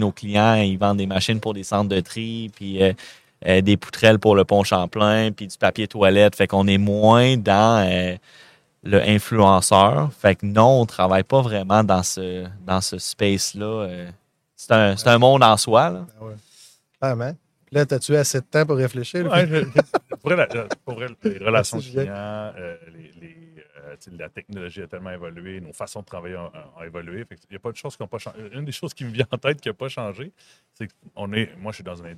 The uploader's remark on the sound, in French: en direct de Stratégies PME